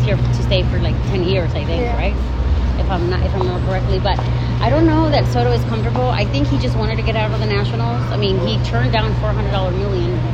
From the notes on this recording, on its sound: From Petco Park. We’ll go to PetCo and listen to the sounds of the game. While we watch the Dodgers crush his team.